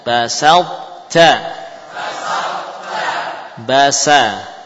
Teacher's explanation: sinnya jangan ikut tebal